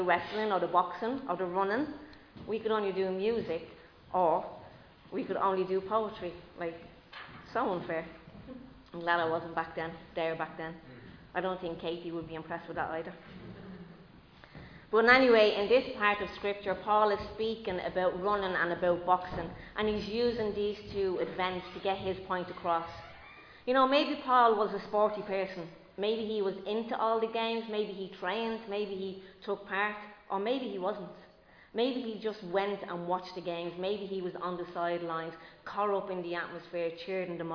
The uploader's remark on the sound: Recorded live in Liberty Church on 24 April 2022